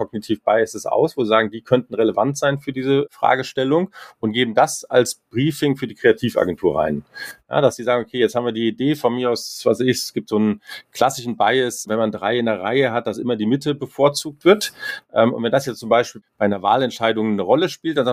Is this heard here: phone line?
no